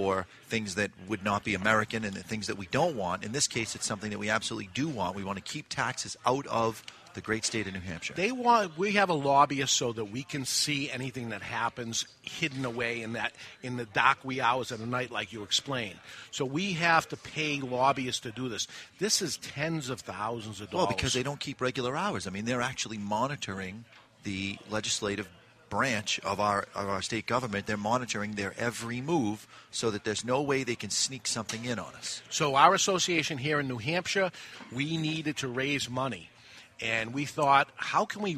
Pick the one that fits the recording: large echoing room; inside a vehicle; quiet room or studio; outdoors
outdoors